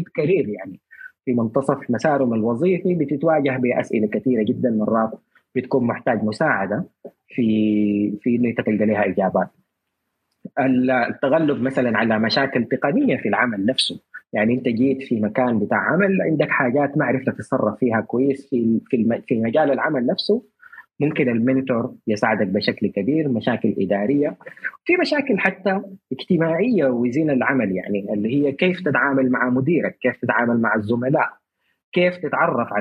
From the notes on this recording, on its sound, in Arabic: تسجيل لمساحة ابن رشد الأسبوعية على منصة تويتر